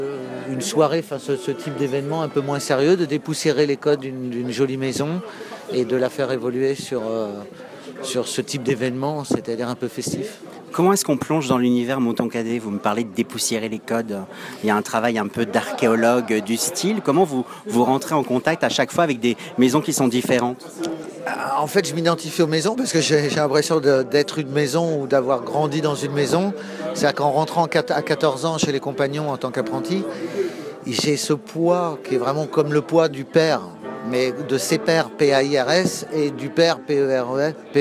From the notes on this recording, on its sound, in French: Festival de Cannes 2016 - Terrasse Mouton Cadet. En créant sur la Terrasse du Palais des Festival un maison face à la mer.